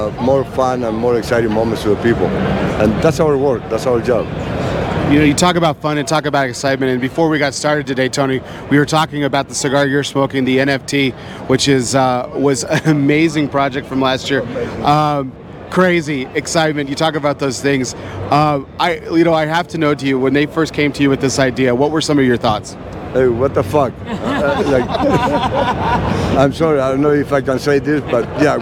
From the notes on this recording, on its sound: recorded at this year's PCA